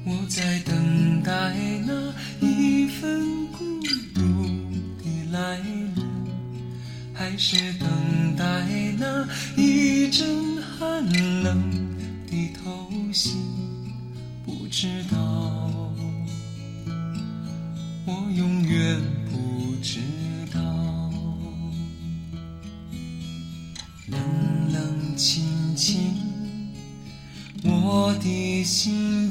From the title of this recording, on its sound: Driving While Talking